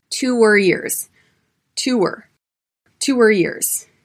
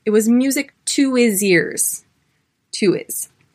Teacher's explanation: Same with her and his. You can barely hear the H at the beginning of these words.